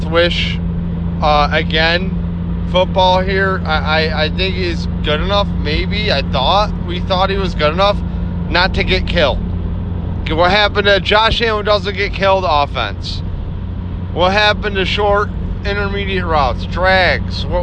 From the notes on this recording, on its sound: Drove down to the game to have stub hub cancel the ticket. Ranting in the dark driving home through all the emotions.